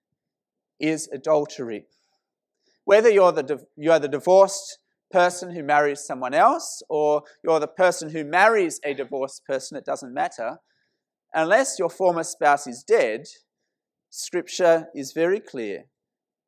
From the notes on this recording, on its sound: This sermon was preached at St Mary's Cathedral, KL on 2nd September 2018.